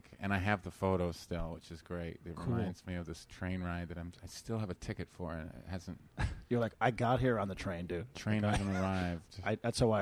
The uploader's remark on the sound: This unique episode was recored pre show at Parlor Live Comedy Club in Bellevue, Washington